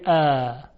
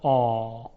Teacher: اگر انتهای زبان رو ببریم بالا و عقب میشود آ · Shown in: second take